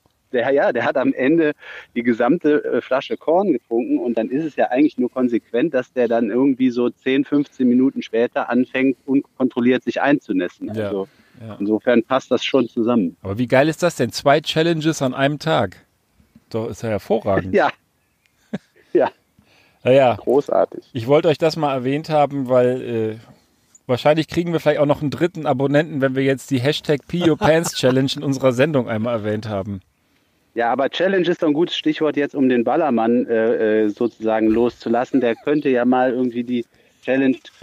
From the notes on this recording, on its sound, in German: Haben wir nicht nur das rollende Podcast-Studio ausgereizt - natürlich mit gebührendem Abstand und offenen Schiebetüren. Auch per Telefonschalte lassen wir uns nicht lumpen.